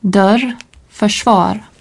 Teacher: Devant R, le E bref est plus ouvert, à peu près comme dans peur.